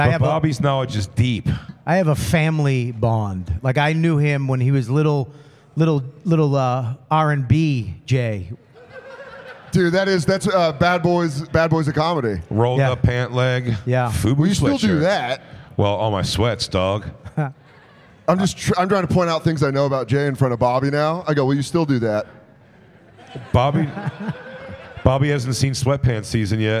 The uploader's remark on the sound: The Bonfire at Skankfest Vegas. Skankfest returns to Las Vegas along with the Bonfire- live before a frenzied audience!